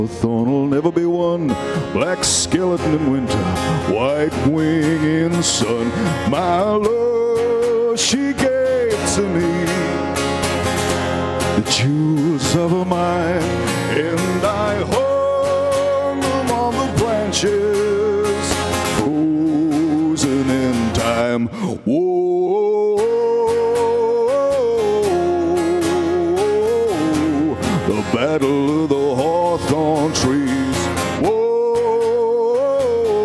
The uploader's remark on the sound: a hugely enjoyable broadcast from the Three Store on Grafton Street